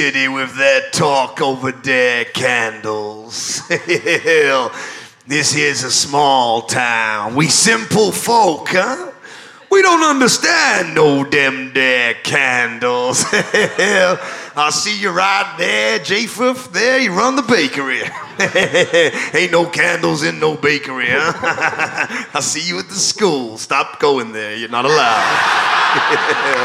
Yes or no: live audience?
yes